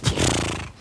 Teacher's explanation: Ein bilabialer Vibrant, wie man linguistisch sagt